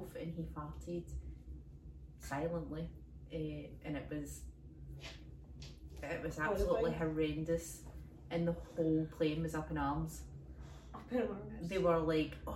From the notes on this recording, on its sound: The lassies have technical difficulties this week.